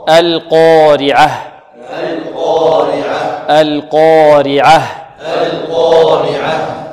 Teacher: عند القارعة هنا اللام مرققة والقاف ماذا؟ قاف مضخمة